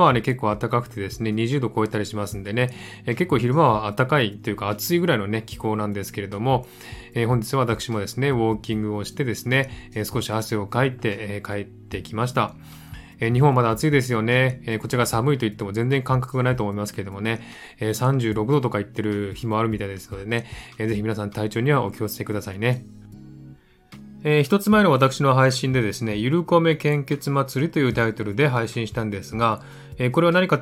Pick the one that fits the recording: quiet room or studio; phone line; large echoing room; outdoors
quiet room or studio